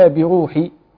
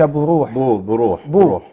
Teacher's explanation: وهذا خطأ، يعني المفروض أن أنا أحقق الكسر أولا، أنتهي من تحقيق كسر الباء ثم أدخل على الراء أضمها · Shown in: first take